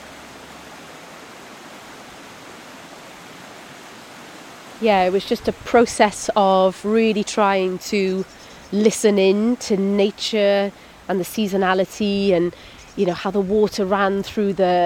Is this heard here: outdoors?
yes